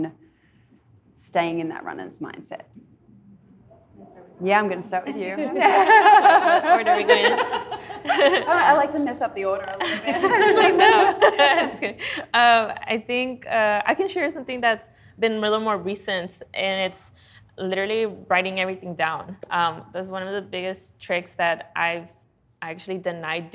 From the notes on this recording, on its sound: we are live from the House of Good in Venice, California